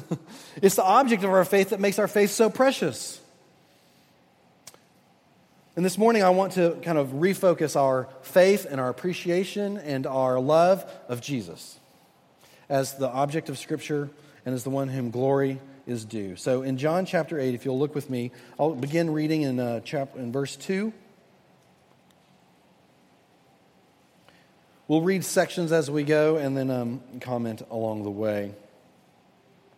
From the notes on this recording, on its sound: at Redeemer Presbyterian Church in Charleston, SC